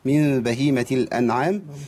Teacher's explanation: عندي غنة حركتين نتيجة الإضغام